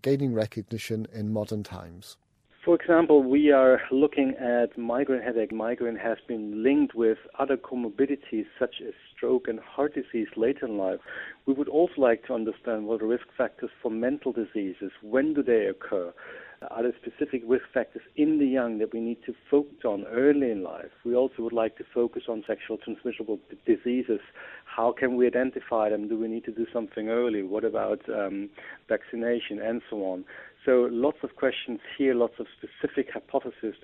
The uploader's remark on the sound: In the studio. On the phone.